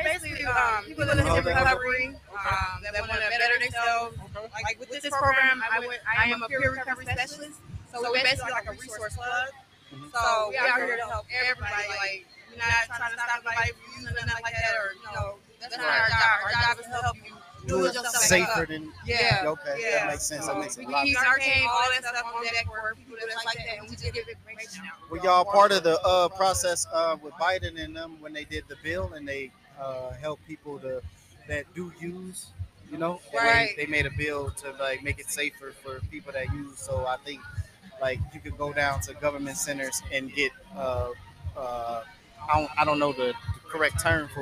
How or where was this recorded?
outdoors